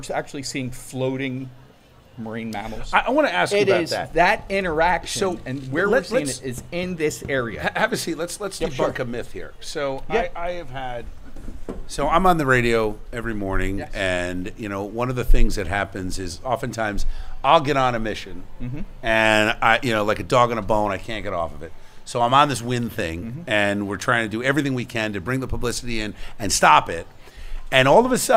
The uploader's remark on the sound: Live From Jenkinsons In Pt. Pleasant Beach